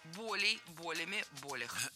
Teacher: запоминаем слово «боль» с неподвижным ударением на корне, поэтому всегда ударяем первый слог.